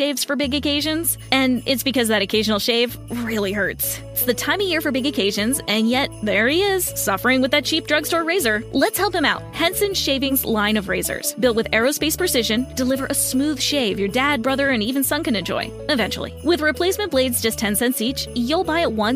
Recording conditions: wind noise